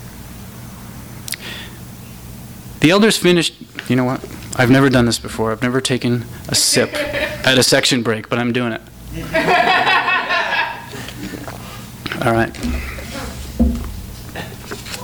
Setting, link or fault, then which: setting, live audience